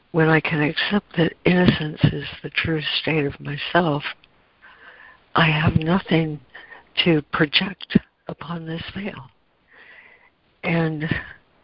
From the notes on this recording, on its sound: ACIM Daily Conference Call